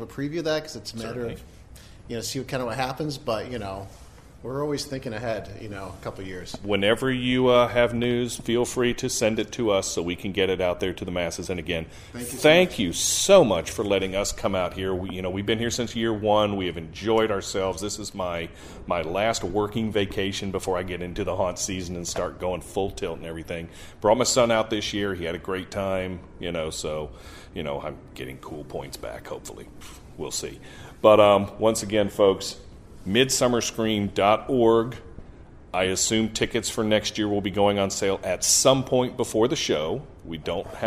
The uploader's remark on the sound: interviews from the show floor